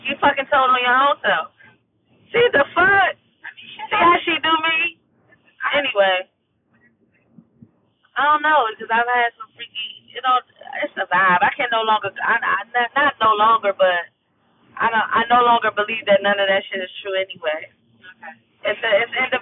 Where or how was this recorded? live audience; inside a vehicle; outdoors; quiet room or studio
inside a vehicle